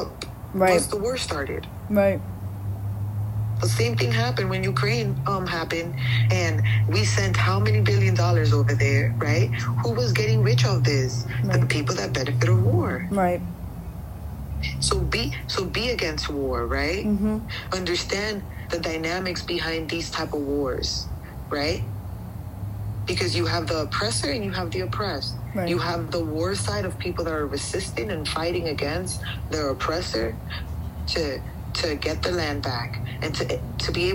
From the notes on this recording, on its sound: on the phone for this episode